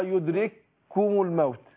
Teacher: ادغمنا الكافين، اصلها يدرككم الموت، فادغمنا الاولى في الثانيه بقت كاف واحده. يبقى المثلين الصغير ان يسكن الاول ويتحرك الثاني، وحكم وجوب الادغام عند جميع القراء.